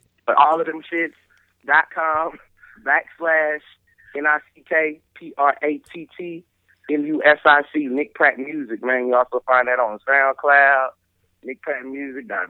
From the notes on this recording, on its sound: I was able to catch up with them via phone where the convo got quite interesting.